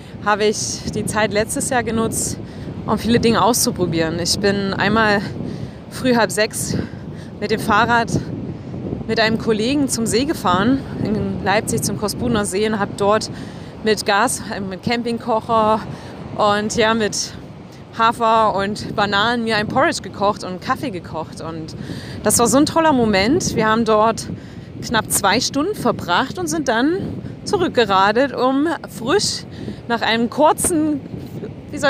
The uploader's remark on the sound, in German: Diese Episode habe ich am Strand von Piha an der Westküste von Neuseeland aufgenommen. Ich bitte den schlechten Ton am Anfang zu entschuldigen.